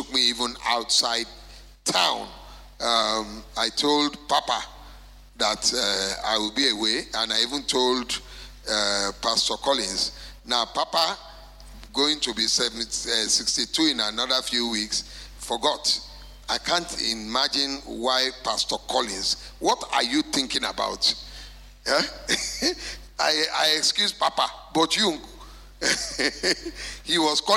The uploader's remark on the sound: Recorded Live at our MidWeek Service